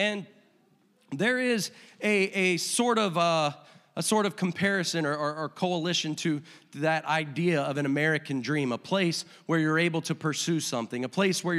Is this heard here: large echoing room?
yes